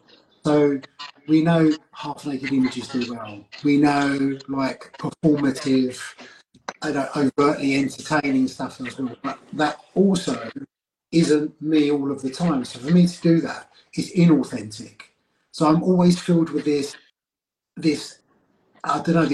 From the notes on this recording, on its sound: as featured on Instagram live